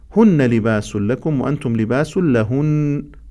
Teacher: النون المشددة حينما نقف عليها يجب أن نثقل على تلك النون وتسمى بالغنة.